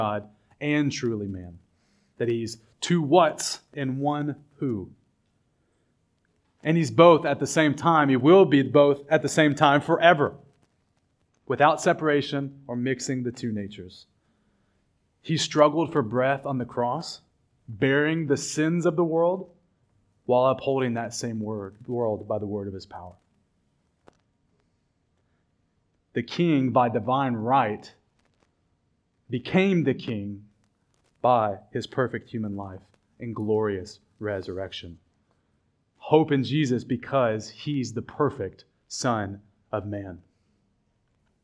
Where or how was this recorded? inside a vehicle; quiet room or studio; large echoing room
large echoing room